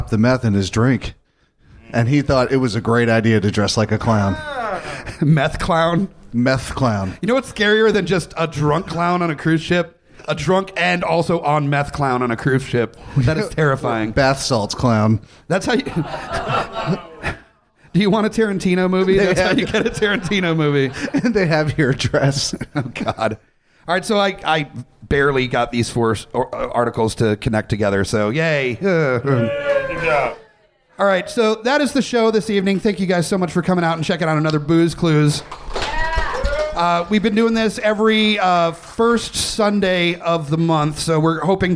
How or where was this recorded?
busy venue